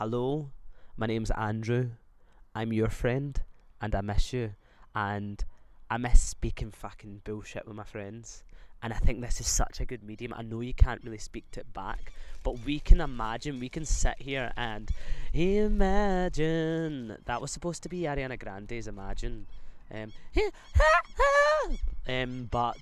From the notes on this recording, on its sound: We've moved outside, voice memos threw the first brick at pride.